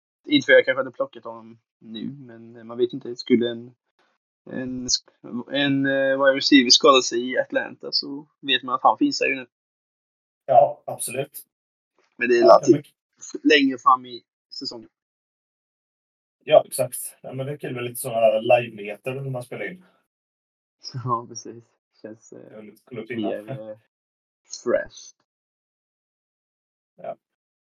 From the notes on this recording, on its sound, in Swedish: Ljudkvalitén blev tyvärr inte den bästa